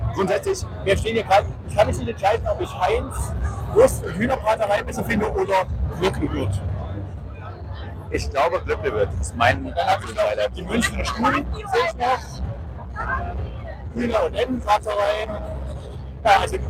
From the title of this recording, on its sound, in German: Demotape 80s-Vintage-Soundqualität